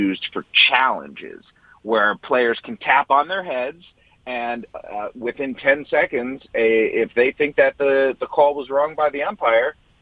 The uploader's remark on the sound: Calls. Phones.